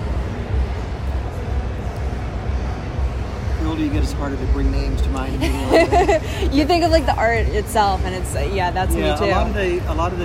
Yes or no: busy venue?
yes